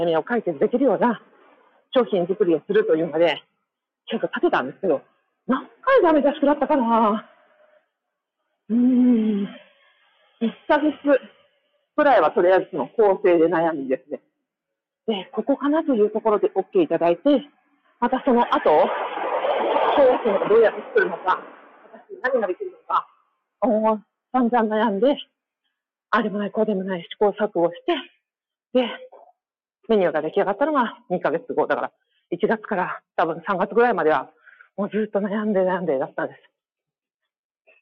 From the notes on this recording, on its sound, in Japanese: 初のライブ配信やってみました。歩きながらです。音悪いので、聞きづらかったらごめんなさい。